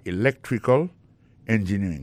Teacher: accent tombé dans electrical là, tombé sur deuxième syllabe là.